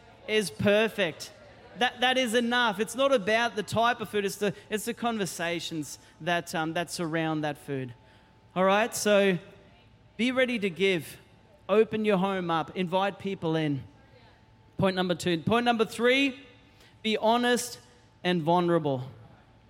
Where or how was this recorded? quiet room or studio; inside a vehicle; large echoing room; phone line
large echoing room